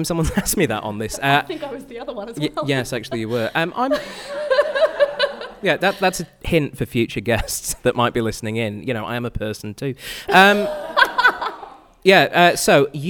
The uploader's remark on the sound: CCUC LIVE! A live studio audience.